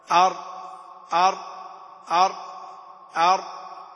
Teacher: ولو لم تحرص صارت يعني الراء راء، فأما تقول أر هكذا أر، هذا يعني منهي عنه كما سيأتي، لكن يرتعد في الساكن ارتعادة واحدة، أر. ولا تحبسه حبسا كاملا فتأتي بها محصرمة كما سيأتي يعني كلام الأئمة، وبعدين نطبق عليها. · Term: التكرير